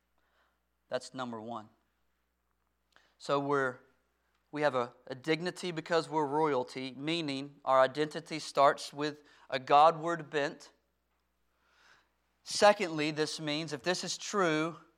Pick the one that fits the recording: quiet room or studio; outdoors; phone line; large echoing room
large echoing room